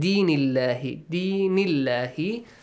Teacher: The letter lam in the word Allah also must be pronounced with a light sound.